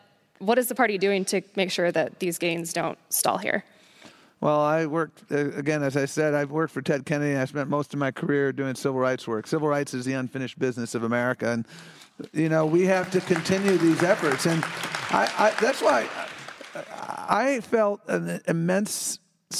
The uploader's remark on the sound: Live from Cap Times Idea Fest